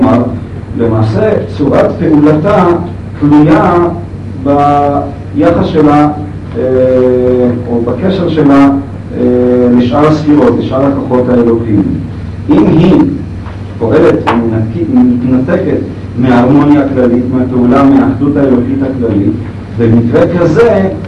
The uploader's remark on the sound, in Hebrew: ההקלטה באיכות נמוכה.